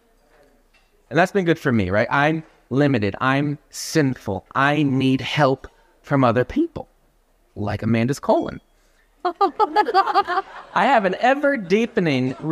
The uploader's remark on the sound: This episode is a recording from a speaking engagement earlier in the year.